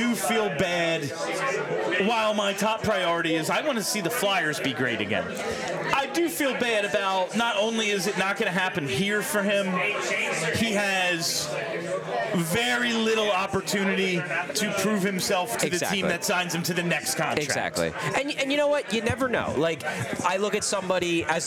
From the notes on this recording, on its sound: Live from New Wave Cafe in Philly!